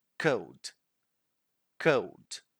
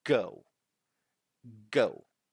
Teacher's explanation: Velar. And this sound is the sound produced with your tongue and your velum, which is your soft palate